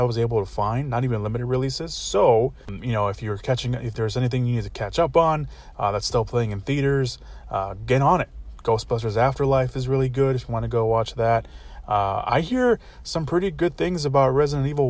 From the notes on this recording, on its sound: Forgive me again, for the scuffed audio on this one. I recorded this from my car, with the window cracked, which obviously not ideal for podcast recording but I did my best.